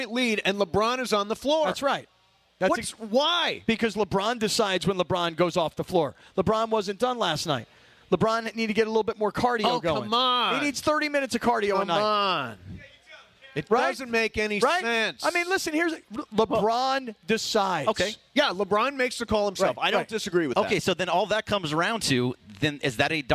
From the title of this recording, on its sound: LIVE From The 909 Sports Bar at Yaamava!